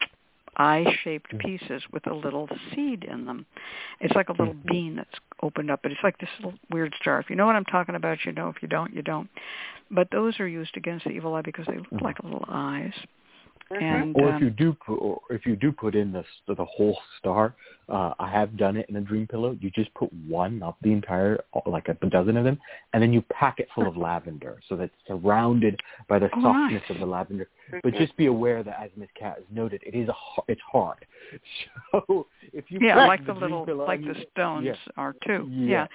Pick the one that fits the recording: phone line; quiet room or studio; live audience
phone line